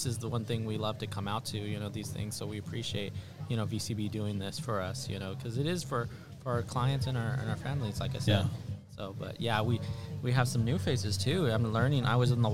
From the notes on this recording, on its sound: go live at white cane day 2022